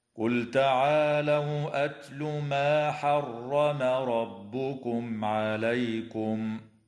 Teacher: أما بعد، فقول الله تعالى: قل تعالوا أتل ما حرم ربكم عليكم، لام الفعل في قوله تعالى قل تعالوا، حكمها الإظهار لوقوع التاء بعدها، وتفخم الراء في قوله تعالى حرم ربكم لأنها مفتوحة، وتظهر الميم الساكنة عند العين في قوله تعالى حرم ربكم عليكم، ويجوز الوقف على كلمة عليكم من قبيل الوقف الحسن.